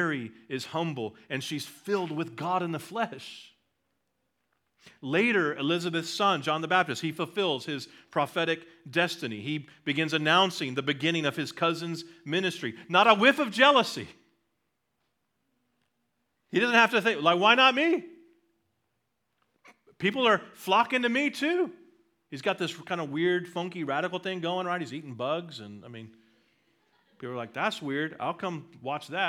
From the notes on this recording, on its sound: at Liberty Baptist Church in Liberty, Missouri